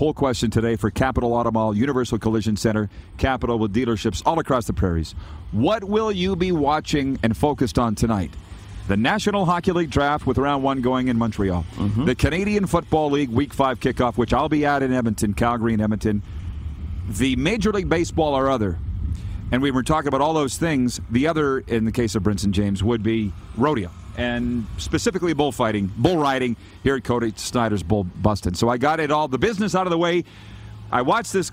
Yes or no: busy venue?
yes